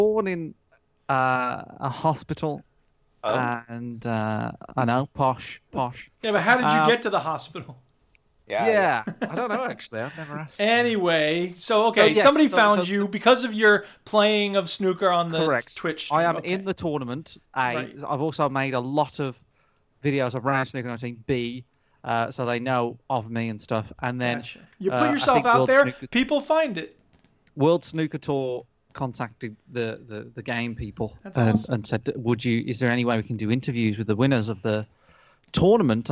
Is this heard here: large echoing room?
no